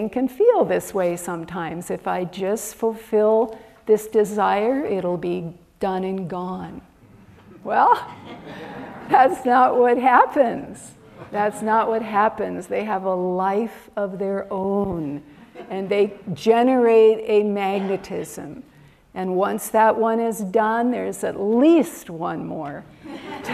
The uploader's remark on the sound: recorded at Ananda Village on August 27 2023